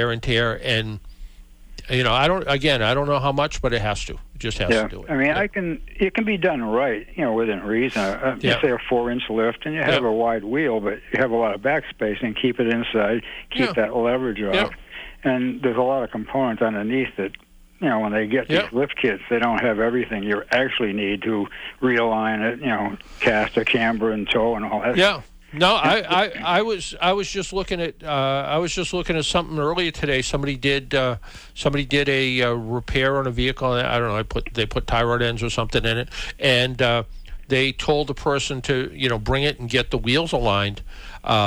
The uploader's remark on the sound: I had two great guests scheduled, but somehow, they both forgot to call in. I had my regulars call in to chat with me.